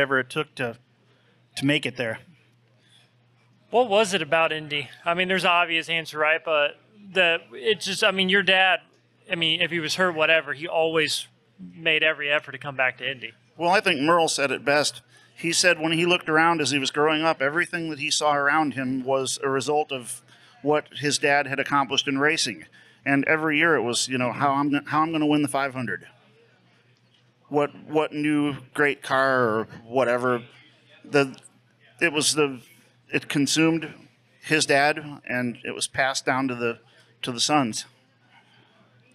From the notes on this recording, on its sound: In this special live episode live at McGilvery's Pub & Eatery in Speedway Indiana.